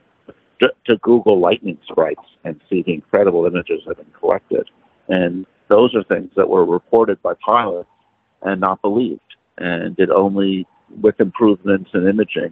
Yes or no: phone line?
yes